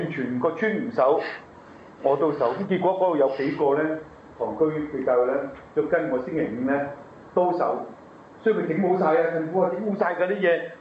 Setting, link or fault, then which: setting, large echoing room